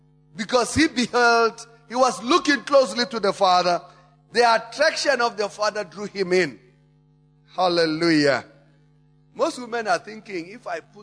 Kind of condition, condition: setting, large echoing room